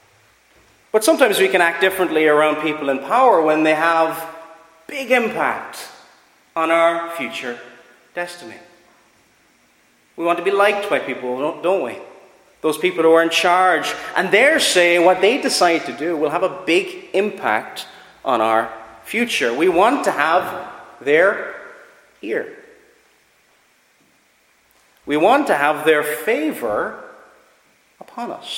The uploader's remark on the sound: Preached at Ballyclare - Doagh Free Church